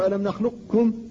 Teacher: فإذا راعيت الاستعلاء فإنك تقول ألم نخلقكم فتبقي معنى القاف، تبقي الاستعلاء الذي فيها، وإذا لم تراعها وخصصت ذلك بأحرف الإطباق قلت ألم نخلقكم